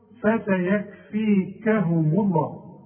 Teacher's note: وما دام الميم مضمومة يبقى لفظ الجلالة إيه؟ مفخم